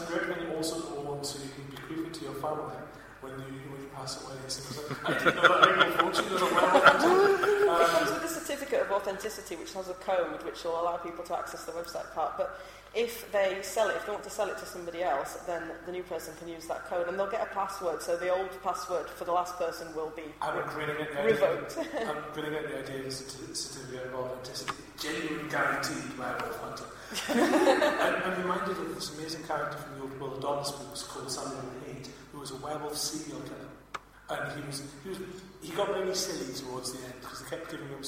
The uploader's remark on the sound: Blackpool Comic Con Special. Sound quality is low at points, due to the live recording.